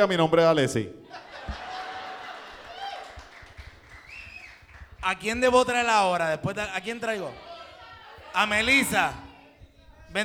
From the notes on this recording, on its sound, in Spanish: Fue el súper invitado especial de Siempre es Lunes Live: Primer Aniversario. Contestar preguntas frente a la Gentuza celebrando el primer aniversario en vivo.